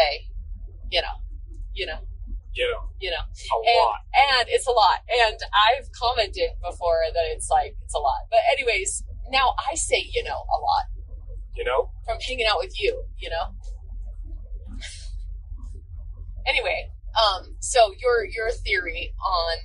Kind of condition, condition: setting, inside a vehicle